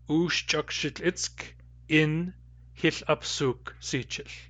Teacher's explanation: In Central Northern dialects, it's pronounced in, glottal stop I-N, in.